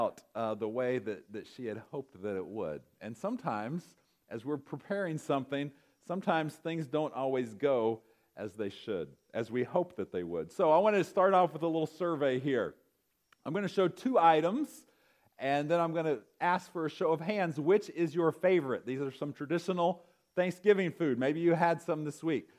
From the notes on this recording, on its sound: recorded November 25, 2023, at Ringgold Seventh-day Adventist Church.